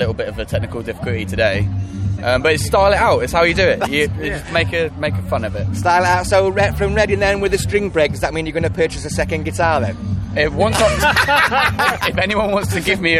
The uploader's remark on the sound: After their killer set on The Pit stage at Leeds Festival.